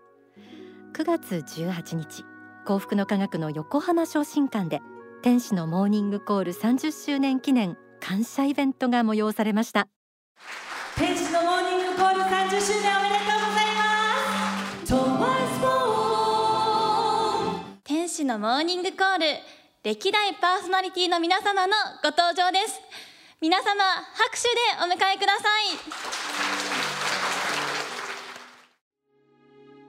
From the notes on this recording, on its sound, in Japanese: 30周年記念公開録音。In横浜正心館。横浜正心館にて、公開録音を行いました。イベント会場で募集した「愛」のエピソードを紹介しています。